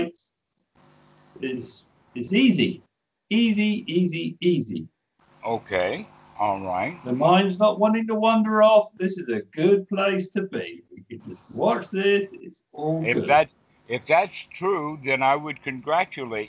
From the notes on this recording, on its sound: Skype calls on this channel. The date in the title indicates the date the call was recorded.